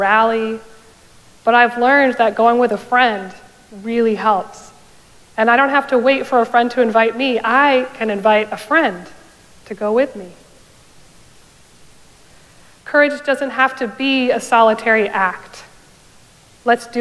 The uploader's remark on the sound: Recorded live at Arlington Street Church